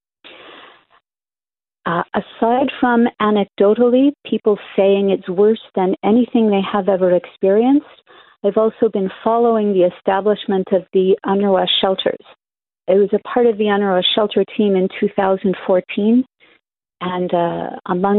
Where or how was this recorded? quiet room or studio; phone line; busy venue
phone line